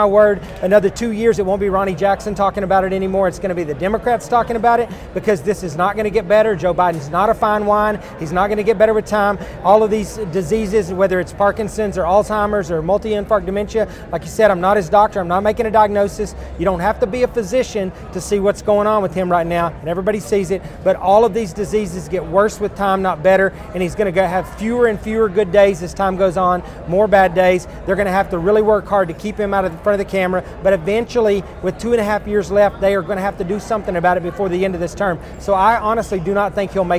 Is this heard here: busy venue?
yes